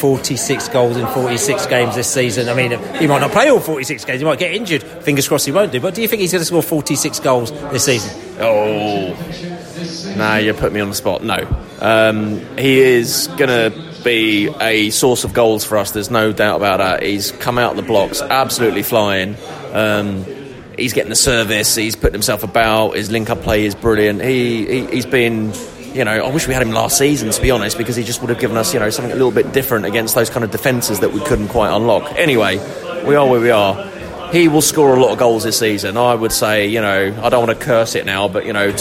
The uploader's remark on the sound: Post-match podcast from the pub.